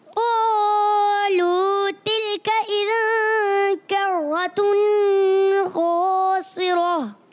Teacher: कर्रतुन में काफ को बारीक रखना है, खासिरा में खा को पुर रखना है